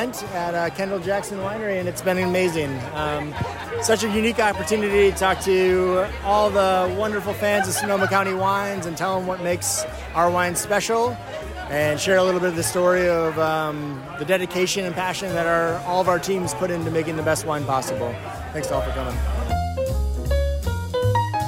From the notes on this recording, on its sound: On Saturday, June 24, Sonoma County Vintners held this year’s edition of Taste of Sonoma at the Kendall-Jackson Estate. We collected comments from several people including guests, exhibitors and representatives of local charities, for this 5-minute audio report from the event.